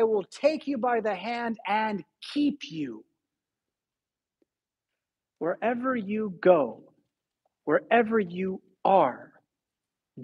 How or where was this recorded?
large echoing room